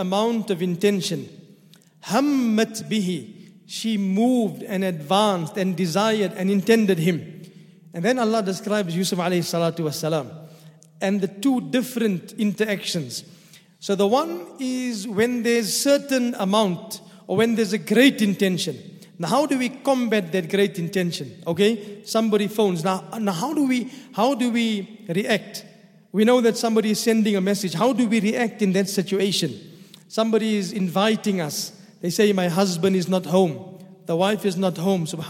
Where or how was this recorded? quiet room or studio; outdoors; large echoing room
large echoing room